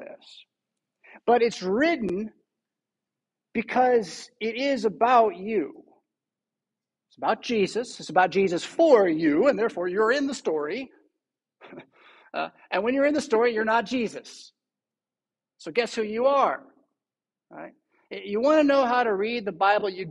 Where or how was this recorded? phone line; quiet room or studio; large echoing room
large echoing room